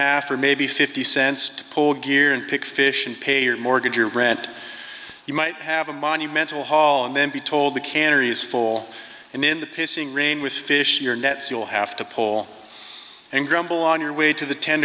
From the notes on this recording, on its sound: From the 2023 FisherPoets Gathering. This recording was made on Friday, February 24th, 2023, at the Liberty Theatre in Astoria, OR as part of the FisherPoetry Archive Project.